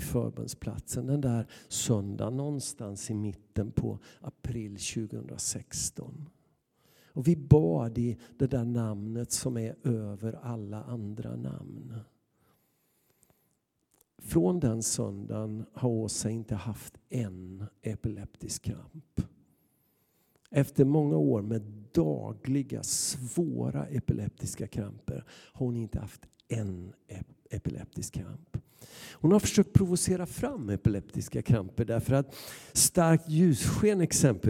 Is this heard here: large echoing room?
yes